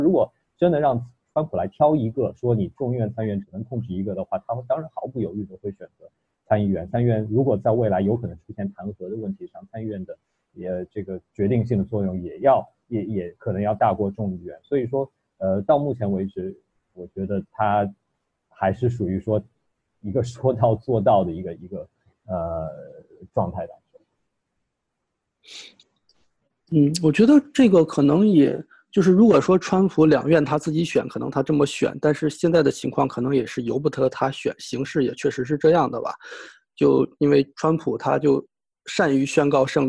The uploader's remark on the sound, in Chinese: 本次播客又是由区块链媒体平台Matters组织策划的在线圆桌。将在线圆桌做简单后期处理。